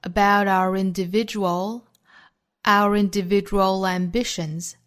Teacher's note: 在 individual ambitions 这个位置的连读呢，带出一个舌侧音 lambitions